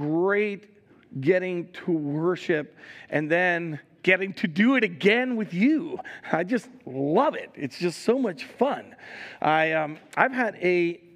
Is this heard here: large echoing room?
yes